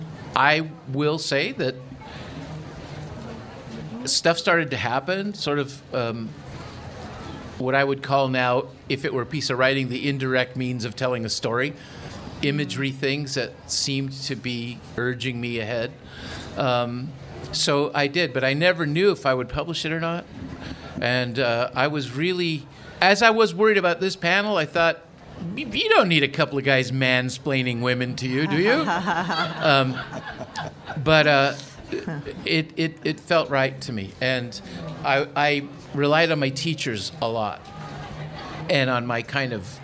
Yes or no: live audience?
yes